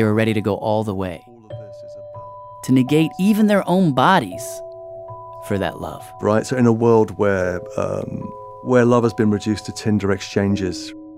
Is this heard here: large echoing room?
no